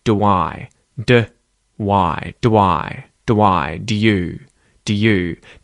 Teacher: we can just say them very quickly, reducing them and just pronouncing the schwa sound